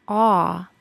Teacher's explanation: The short O, ah, has the jaw quite open and the back of the tongue in the lowest position in the middle of the mouth.